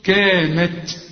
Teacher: ويطلع شوية هوا كده علشان الهمس بتاع التاء